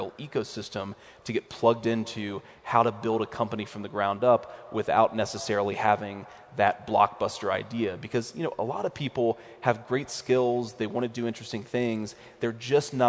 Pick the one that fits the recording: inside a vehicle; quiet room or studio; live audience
live audience